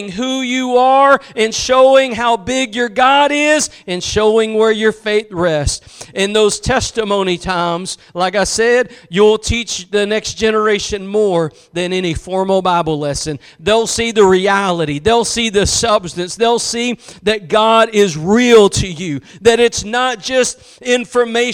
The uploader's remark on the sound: Preached at Gospel Lighthouse in Bossier City, La.